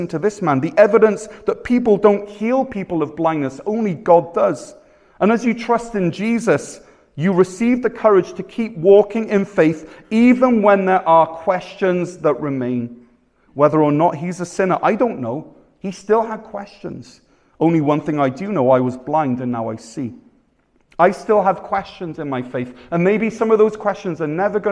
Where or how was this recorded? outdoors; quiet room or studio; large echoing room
large echoing room